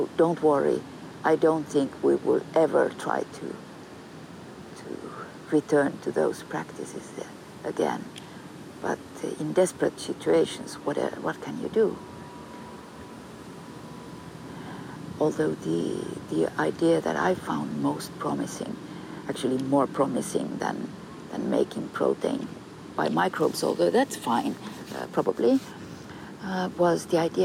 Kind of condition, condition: setting, outdoors